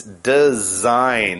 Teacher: Notice, design is D-E-S-I-G-N, but it's design, not design. So you don't actually say that G sound at all.